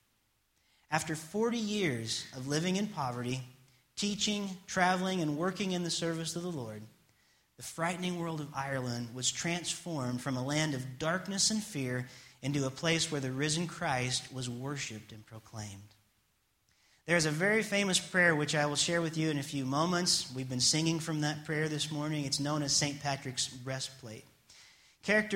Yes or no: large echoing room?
yes